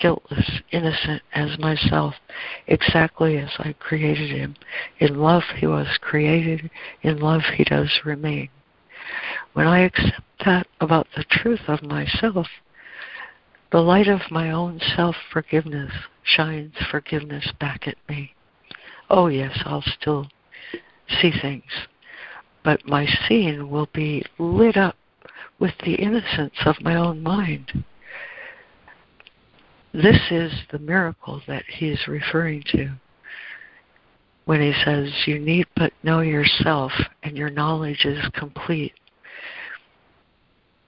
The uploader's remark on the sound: ACIM Daily Conference Call